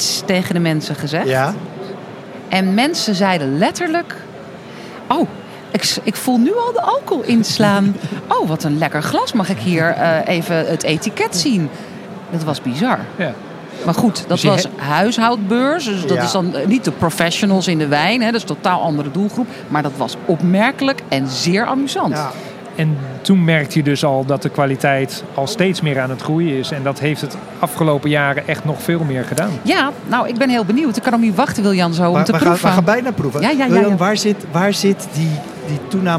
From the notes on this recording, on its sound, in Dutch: Vandaag live vanaf de Horecava